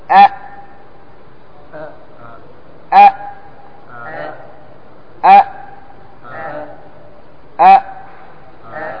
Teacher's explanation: الشدة معناها انحباس الصوت، لا يجري الصوت لأنه شديد، الهمزة شديدة لا يجري الصوت معها